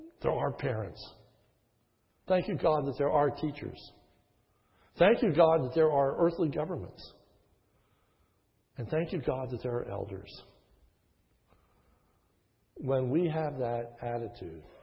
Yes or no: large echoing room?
yes